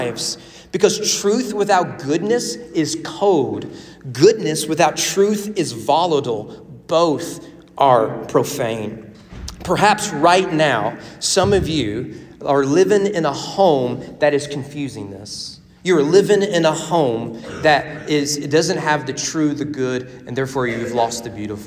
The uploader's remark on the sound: Sermon preached at The Frankfort Christian Academy on February 21, 2024 during chapel worship.